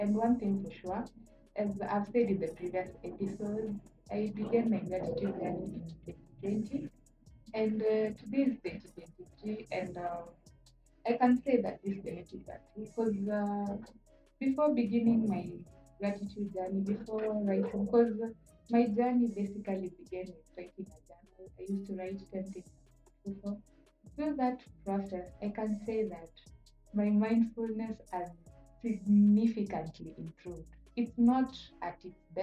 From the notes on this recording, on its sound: After listening back to this episode, I noticed a sound issue.